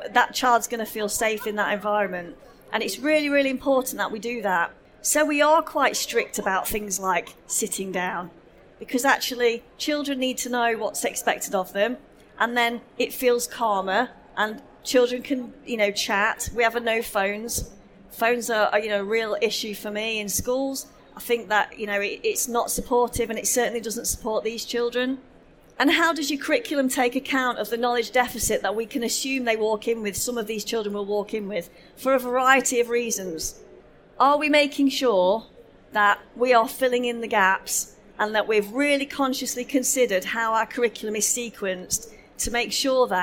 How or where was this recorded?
live audience